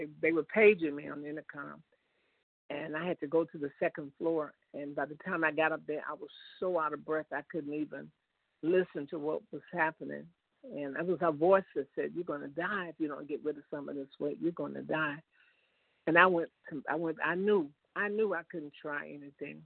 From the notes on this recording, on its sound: 100 Pounders Phone Meeting